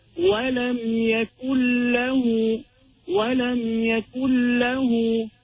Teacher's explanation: The noon falls away, the sound of lamb is there with shadda.